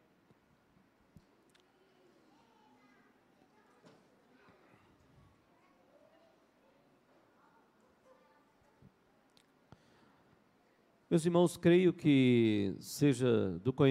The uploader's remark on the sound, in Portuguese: Culto matinal(9h) presencial e transmitido ao vivo no domingo (26/02/2023).